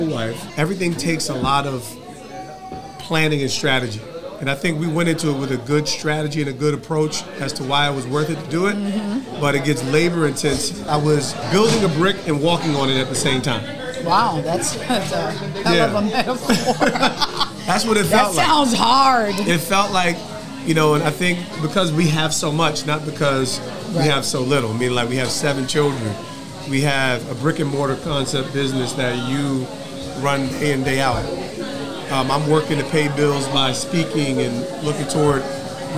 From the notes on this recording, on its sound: live at the GRAND OPENING of their flagship store “Tyree’s Table”!